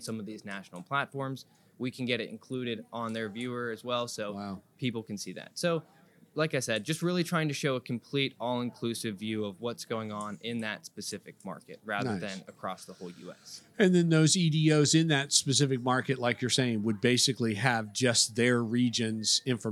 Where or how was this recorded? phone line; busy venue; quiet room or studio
busy venue